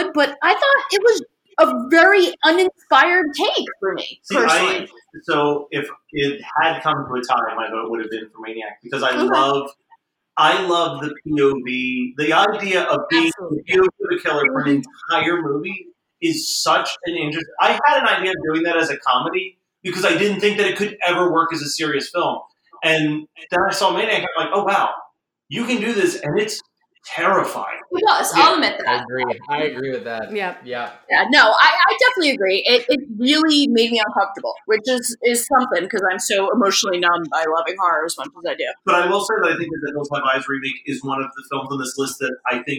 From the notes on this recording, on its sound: We had a lot of audio issues — we apologize in advance.